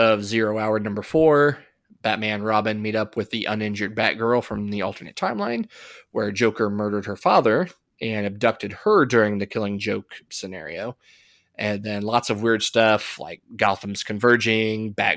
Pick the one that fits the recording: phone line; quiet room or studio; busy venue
quiet room or studio